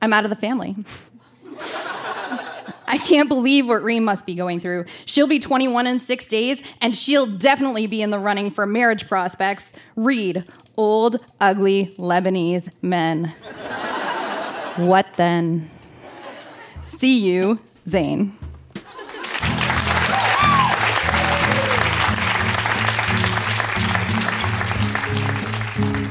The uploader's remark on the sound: Recorded live at the Tranzac Club in Toronto.